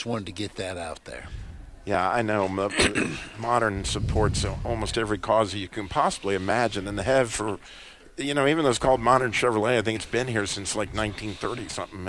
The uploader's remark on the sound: Today's episode is from the Truth Live Day at Modern Chevrolet in Winston Salem NC.